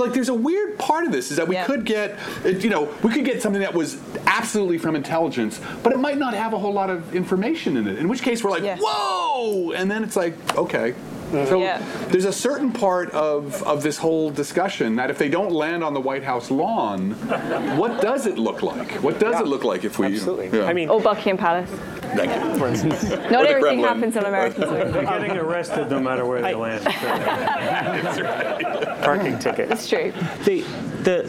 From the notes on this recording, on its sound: this podcast features audio from the fifth event in our series, The Physics of Everything.